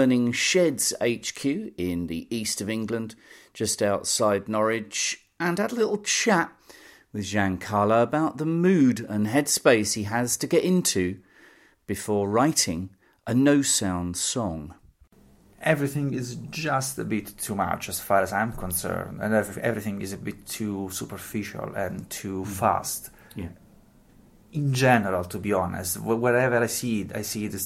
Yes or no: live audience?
no